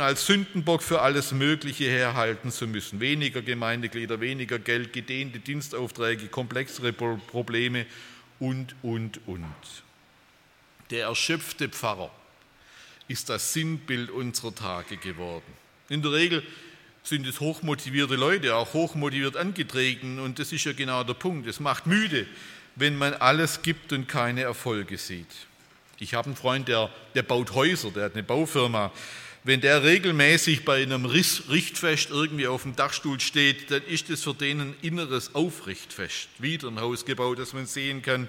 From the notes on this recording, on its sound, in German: bei einer Veranstaltung der Liebenzeller Mission